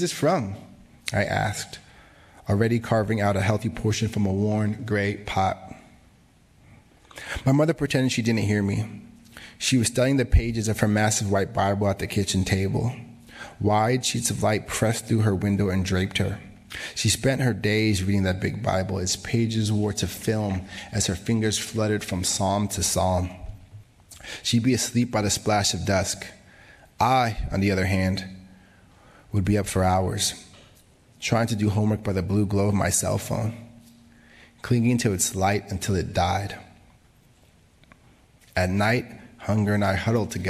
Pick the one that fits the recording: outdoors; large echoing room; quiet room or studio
large echoing room